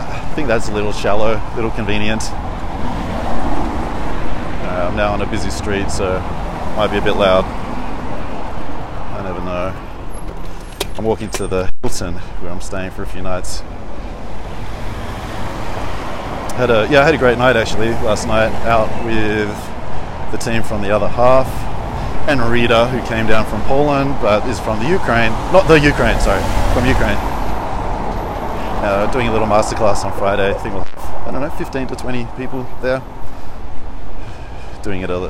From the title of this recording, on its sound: Walk And Talk, Sofia, Bulgaria